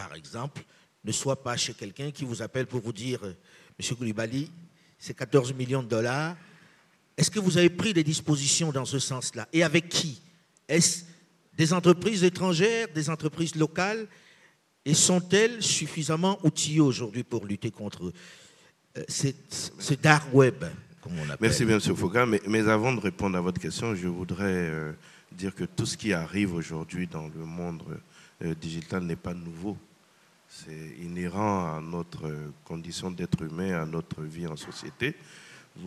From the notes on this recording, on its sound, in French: Ce débat a été enregistré à Abidjan dans le cadre de la 3ème édition du Cyber Africa Forum.